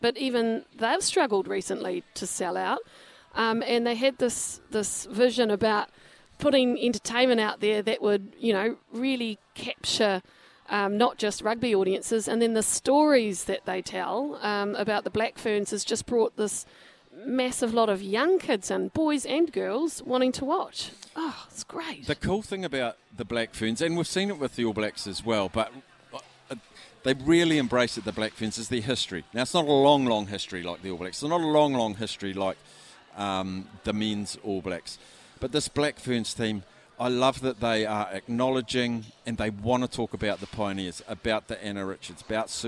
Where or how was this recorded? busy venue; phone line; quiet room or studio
busy venue